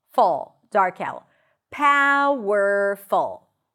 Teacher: You start with pa, and then it's a W-R, were, and then full, full, dark L.